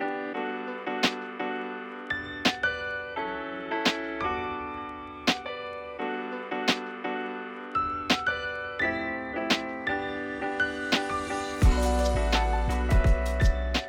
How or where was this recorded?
large echoing room